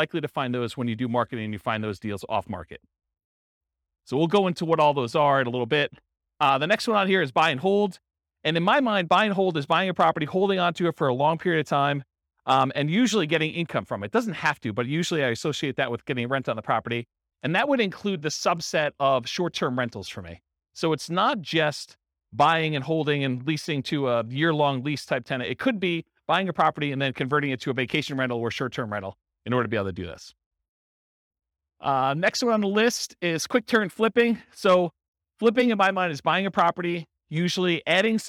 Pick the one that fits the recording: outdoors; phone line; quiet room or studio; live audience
live audience